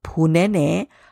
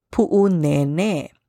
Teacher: there are two kahako, two makrons over the letter E in Nene. So we want to elongate those vowels. · Shown in: second take · So the correct pronunciation is Pu'unene. · Now, this place often gets mispronounced as Punene. However, there is an okina there, a glottal stop in Pu'u. And there are two kahako, two makrons over the letter E in Nene.